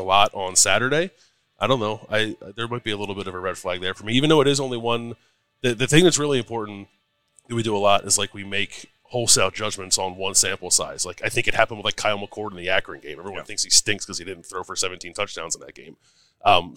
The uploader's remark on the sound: THE Podcast is at Roosters on Olentangy River Road in Columbus for another episode of THE Live Show